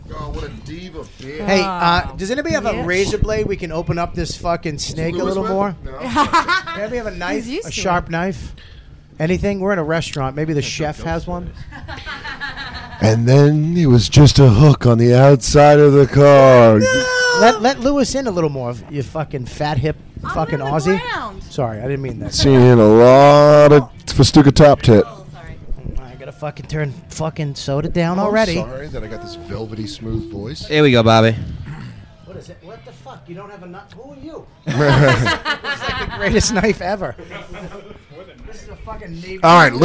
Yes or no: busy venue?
yes